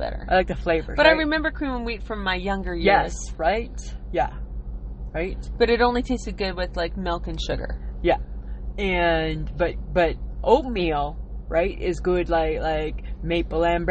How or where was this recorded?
outdoors